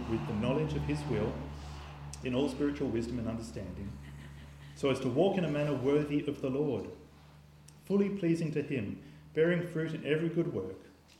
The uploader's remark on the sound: This sermon was preached on the 31st of December 2023 at all services of Helensburgh and Stanwell Park Anglican Church.